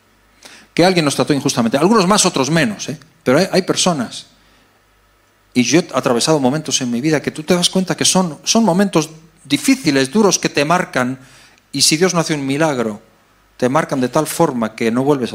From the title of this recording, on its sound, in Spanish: EN VIVO